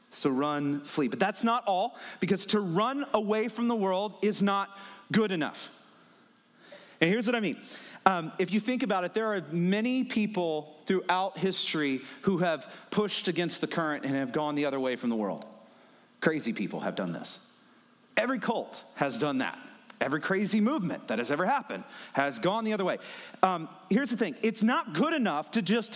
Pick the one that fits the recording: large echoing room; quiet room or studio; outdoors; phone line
large echoing room